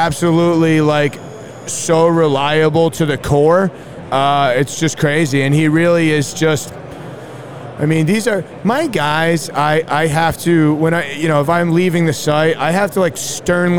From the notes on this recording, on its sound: Up at the JLC Live show!